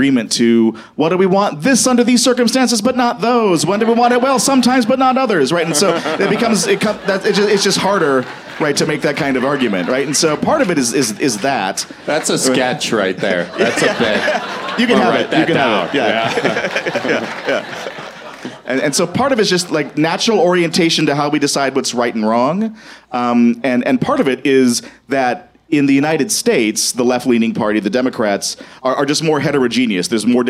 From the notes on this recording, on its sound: Cripescast Live. Live from Comedy on State in Madison, Wisconsin. Audience members chimed in with their questions.